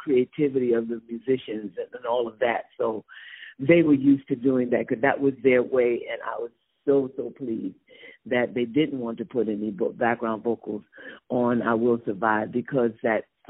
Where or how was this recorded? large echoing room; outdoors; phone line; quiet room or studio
phone line